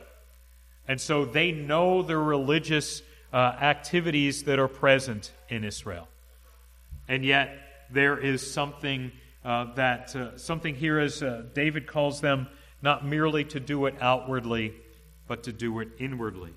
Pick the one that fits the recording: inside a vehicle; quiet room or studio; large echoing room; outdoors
large echoing room